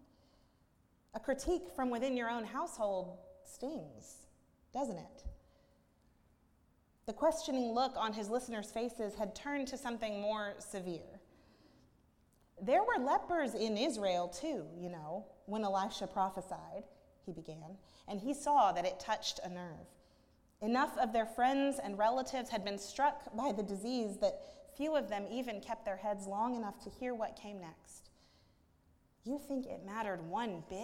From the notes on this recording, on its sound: at Northminster Church on July 7, 2019